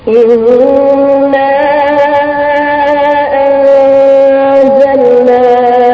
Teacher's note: مد جائز منفصل بمقدار أربع أو خمس حركة أيضا